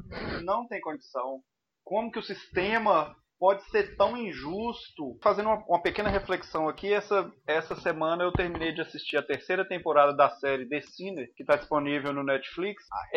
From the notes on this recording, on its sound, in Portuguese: Gravado remotamente, qualidade comprometida #covid19.